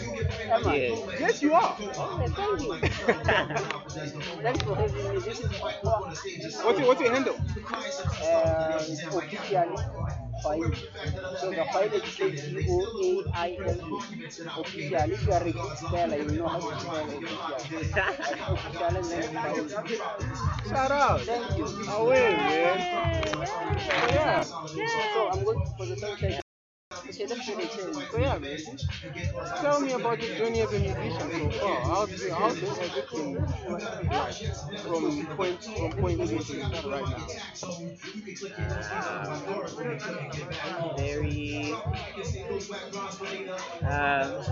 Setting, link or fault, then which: fault, background noise